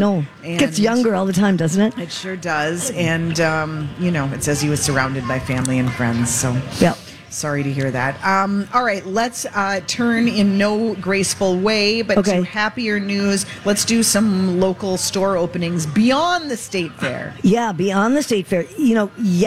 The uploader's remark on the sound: LIVE at the State Fair! Live from the Minnesota State Fair!